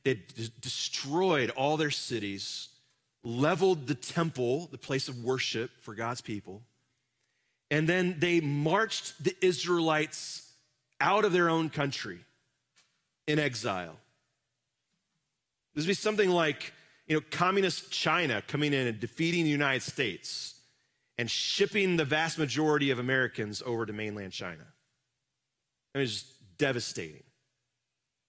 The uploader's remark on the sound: Live from our Celebration Ministry Center